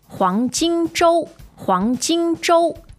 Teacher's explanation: So 黄 is second tone. Jin is first tone and Zhou is first tone.